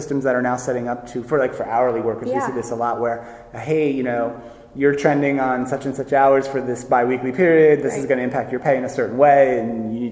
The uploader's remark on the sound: recorded live at the Health & Benefits Leadership Conference